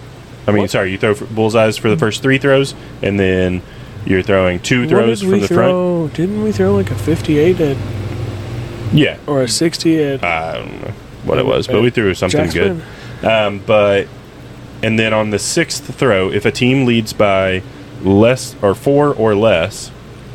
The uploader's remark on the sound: Reporting Live from the RV